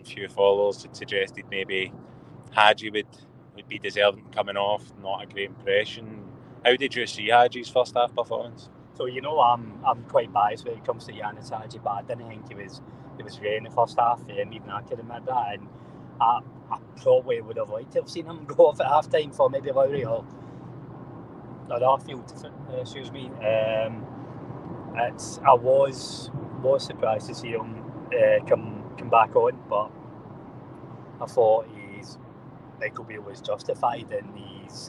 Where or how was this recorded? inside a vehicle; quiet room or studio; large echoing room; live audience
inside a vehicle